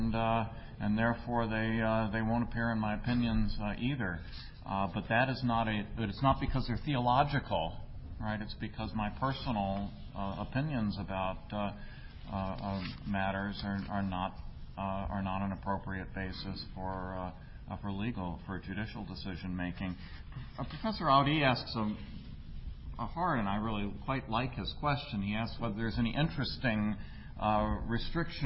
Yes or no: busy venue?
yes